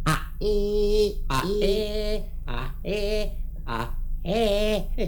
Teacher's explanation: Sunetul E se formează apropiind maxilarul de jos de cel de sus. A, E, A, E, A, E, A, E, asta e.